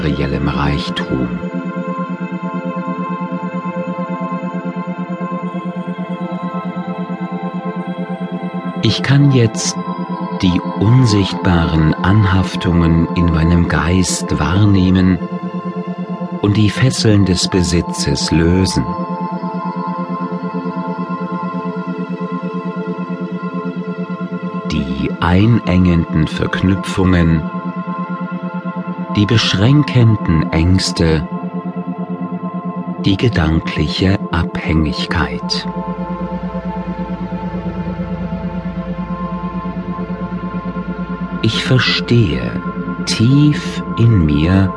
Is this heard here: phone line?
no